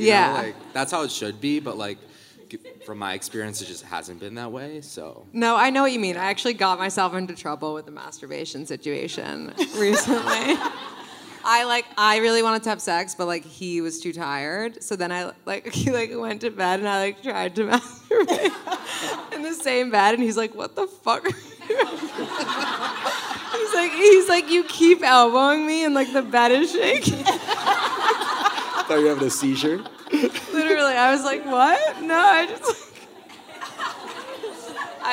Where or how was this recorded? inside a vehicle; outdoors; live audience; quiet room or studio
live audience